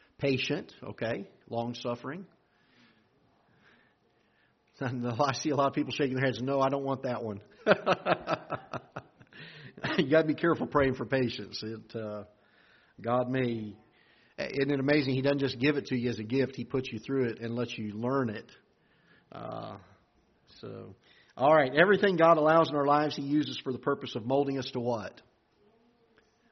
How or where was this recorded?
large echoing room